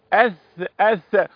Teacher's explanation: يبقى لولا الهمسة الذي في الثاء لكان الذال، ولولا الترقيق الذي في الثاء لكان الظاء